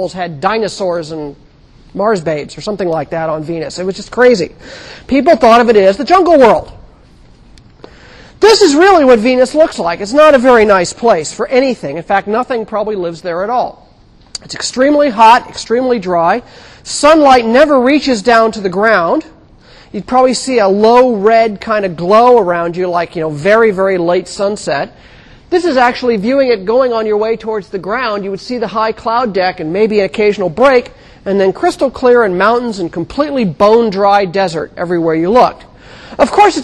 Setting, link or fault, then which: setting, large echoing room